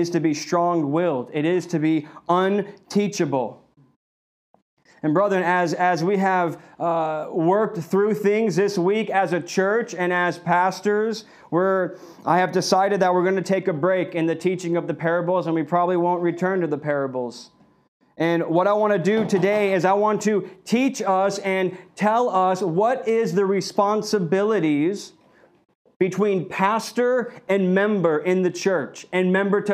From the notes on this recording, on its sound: This message was delivered on February 7th, 2021 at Redeemer Community Church.